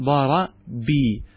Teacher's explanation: لكنك لو أدخلت الياء، الياء ماذا يناسبها قبلها؟ يناسبها كسرة، حينئذ ستقول ضربي، فتكون قد كسرت الفعل